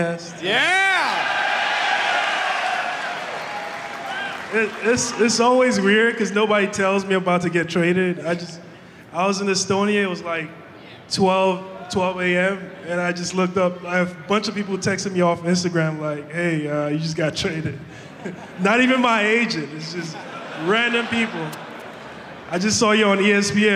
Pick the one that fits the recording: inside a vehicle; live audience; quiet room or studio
live audience